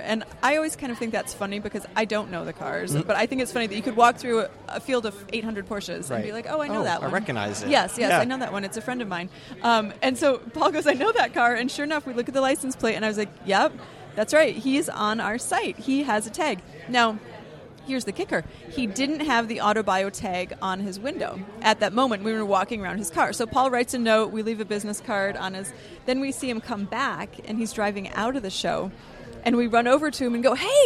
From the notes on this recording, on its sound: Recording from the lobby of the Amelia Island Auction hall